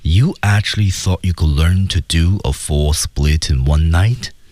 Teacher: 那么我们看它的升降调的处理是最后的升调处理。